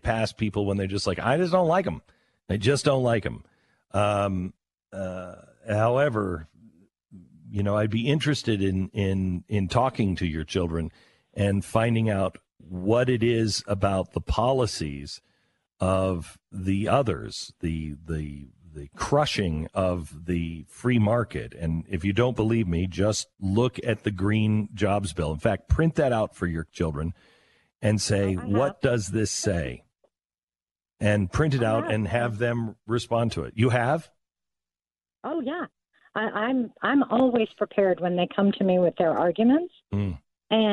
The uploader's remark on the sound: Take calls from his audience